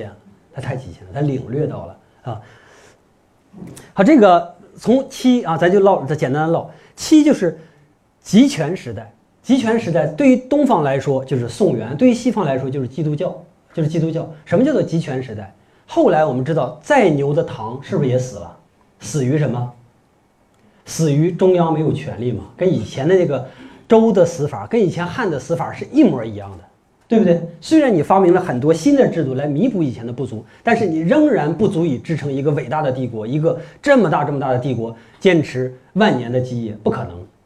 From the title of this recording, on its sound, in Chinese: 讲座录音